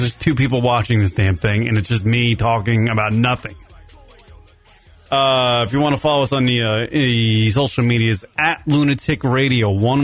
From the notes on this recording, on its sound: is joined on the phone